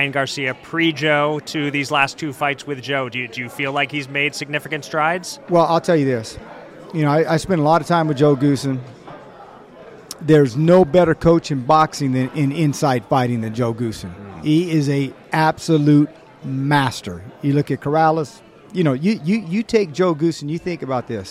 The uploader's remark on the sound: live from Las Vegas